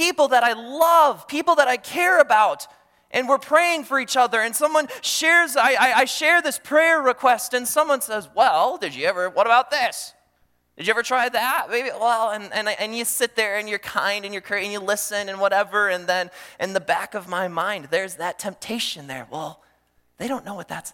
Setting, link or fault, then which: setting, large echoing room